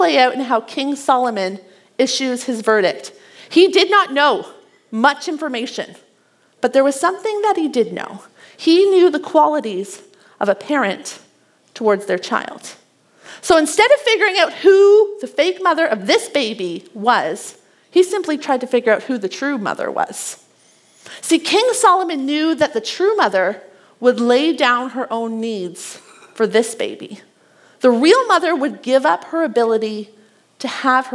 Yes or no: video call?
no